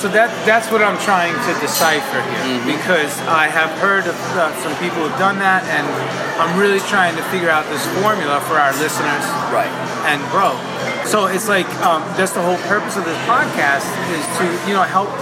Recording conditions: background noise